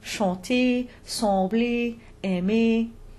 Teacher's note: When we have a regular ER ending to a verb, it's a closed E sound, so a phonetic lowercase e, as in chanter, sembler, aimer.